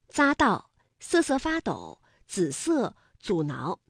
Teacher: 紫金山的紫是平舌音姿加上韵母一，读音呢为三声